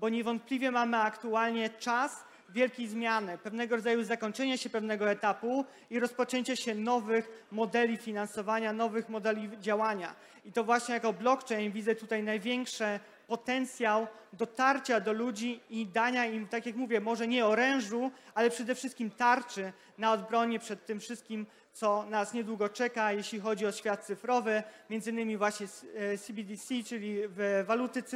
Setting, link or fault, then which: setting, live audience